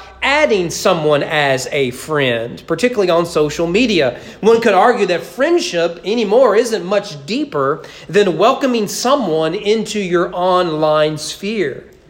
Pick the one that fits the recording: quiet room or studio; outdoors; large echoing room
large echoing room